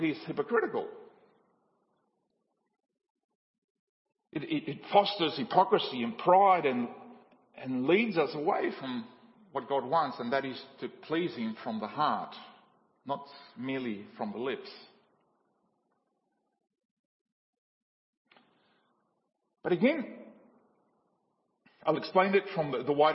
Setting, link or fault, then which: setting, large echoing room